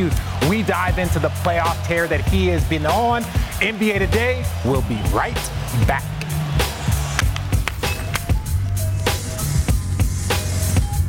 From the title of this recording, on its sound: Live from Finals Media Day